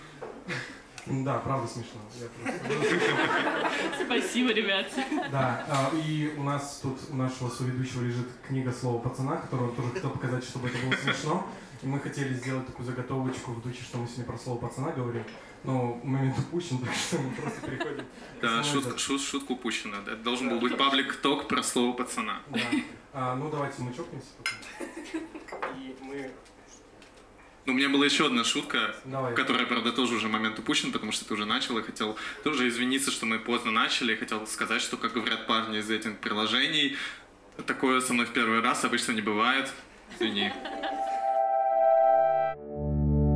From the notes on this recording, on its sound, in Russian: В декабре мы провели открытую запись